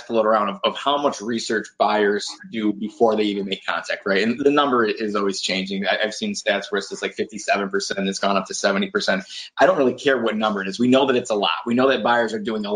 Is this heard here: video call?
yes